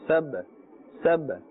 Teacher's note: Because ba is part of the huruf qalqala, the qalqala letters, and therefore we must bounce the sound a little. A slight echo must be there.